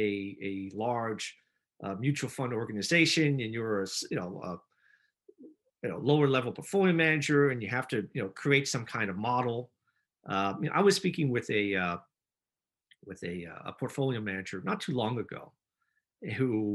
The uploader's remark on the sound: panel from this week’s SNN Network Canada Virtual Event